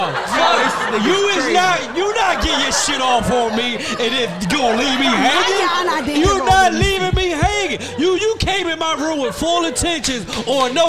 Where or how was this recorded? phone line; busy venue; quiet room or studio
busy venue